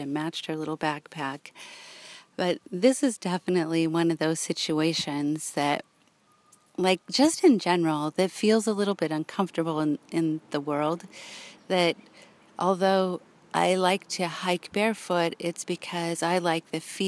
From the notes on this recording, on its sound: I sit in a local park, and share the experience of hiking in this amazing location, just outside of South Lake Tahoe.